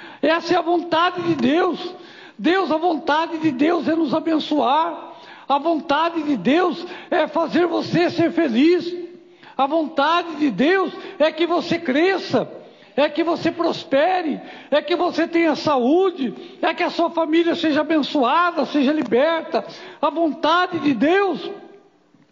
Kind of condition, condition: setting, live audience